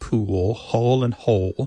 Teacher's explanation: they all end in that L sound. And that L at the end of the syllable is what is known as a dark L. So the physical act of pronouncing that dark L kind of requires the back of the tongue to raise toward your soft palate.